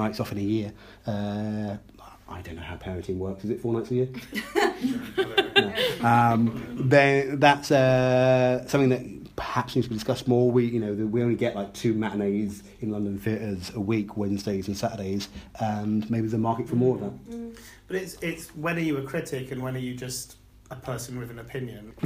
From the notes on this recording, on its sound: In our first Cast Iron Theatre LIVE, recorded in front of a live audience at Sweet Dukebox, Brighton.